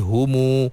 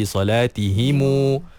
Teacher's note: dia menghidupkan huruf mim itu dengan mad dua harakat. Contohnya hum jadi humu. · Term: silah mim jama'